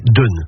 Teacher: plus à l'ouest, sur les côtes du Bessin et dans le Cotentin, la voyelle s'est ouverte et l'on dit dun